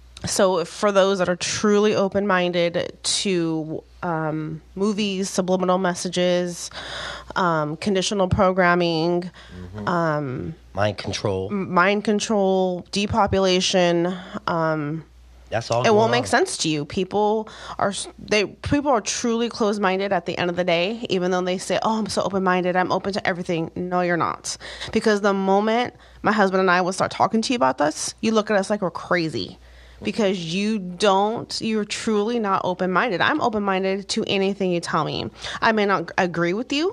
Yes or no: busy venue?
no